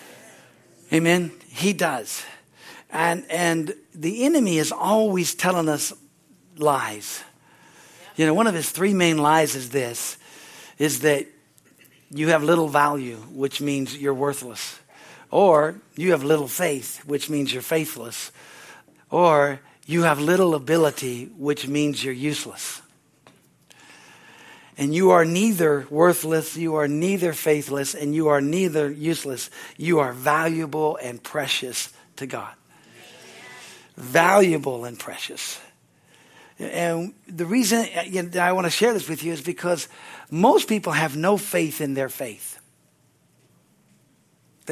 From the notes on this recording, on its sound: from the Sunday service on August 20, 2023 at Harvest Bible Church in Stockton, California